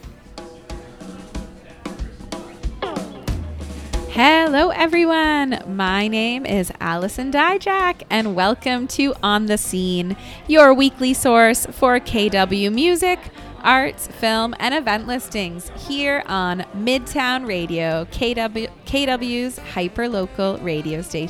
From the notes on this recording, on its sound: Broadcast live from Jane Bond in Uptown Waterloo.